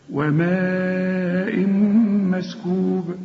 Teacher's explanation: الماء وماء دي لازم تمدها أربع حركات، مدام تلاقي الحرف عليه مد وبعد المد همزة لازم تمد أربع حركات.